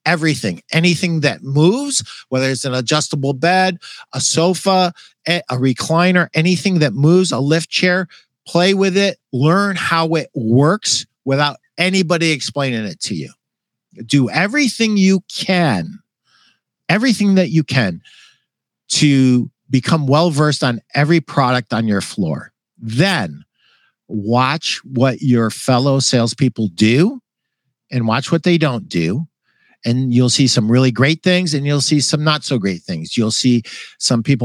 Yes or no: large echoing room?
no